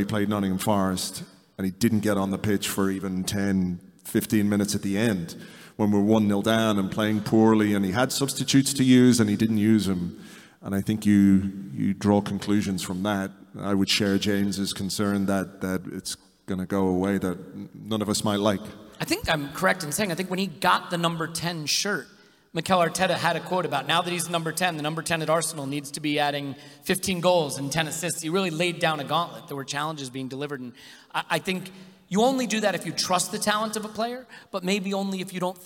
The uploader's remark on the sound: Here's the audio recording of the joint Arsecast and Arsenalvision Podcast live at Union Chapel.